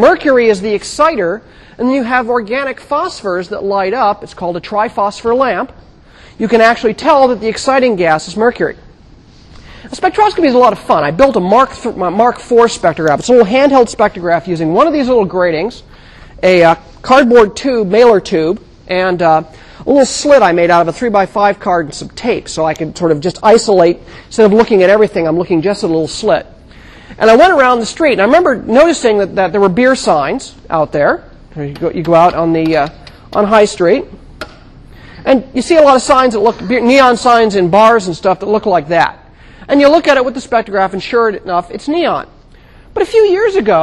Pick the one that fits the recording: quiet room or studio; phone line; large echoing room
large echoing room